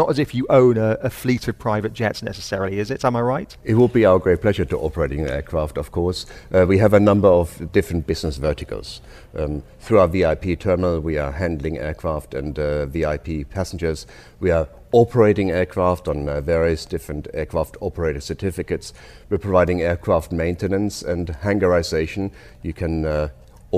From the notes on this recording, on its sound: We’re broadcasting live from DC Aviation Al Futtaim's VIP Terminal at Al Maktoum International Airport all this week, celebrating the company's 10th anniversary.